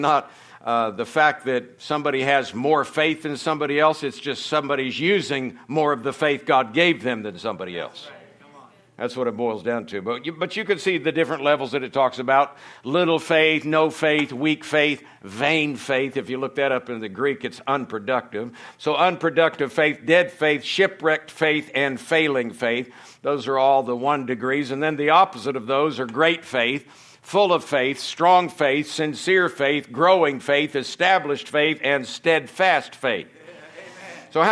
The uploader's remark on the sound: From the Sunday night service on September 24, 2023 at Harvest Bible Church in Stockton, California. Is from the Sunday night service.